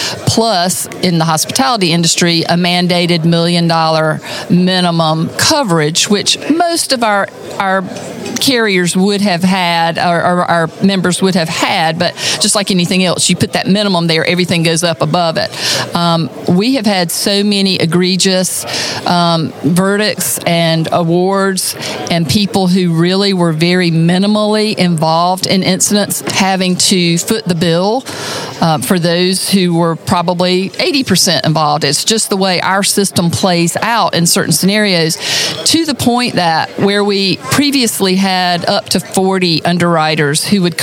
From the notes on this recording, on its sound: This interview took place at the 2023 South Carolina Restaurant & Lodging Association's Marketing and Operations Conference in Greenville, SC.